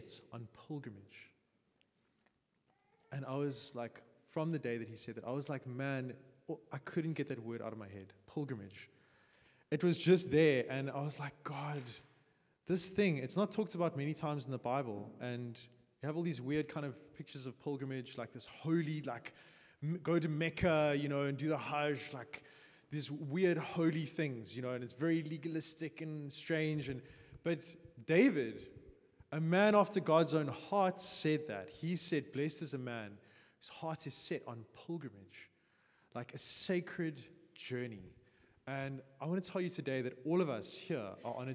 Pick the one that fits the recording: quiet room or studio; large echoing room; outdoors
large echoing room